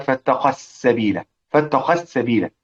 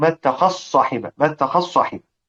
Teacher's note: يعني الذال تضغم في السين وتضغم في الصاد، الذال تضغم في السين.